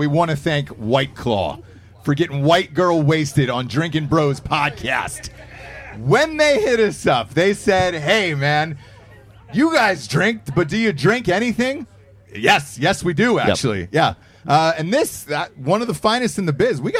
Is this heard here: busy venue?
yes